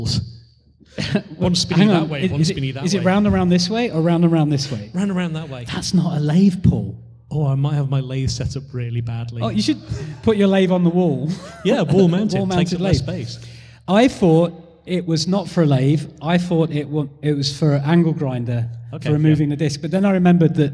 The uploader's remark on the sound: Bricolage: a makers podcast LIVE (emf2018). Interviewing interesting people LIVE on stage.